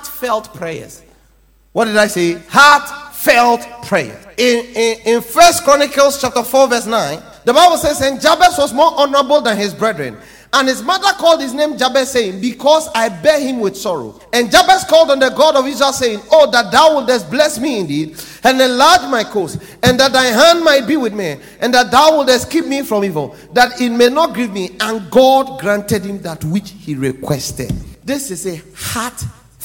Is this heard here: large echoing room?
yes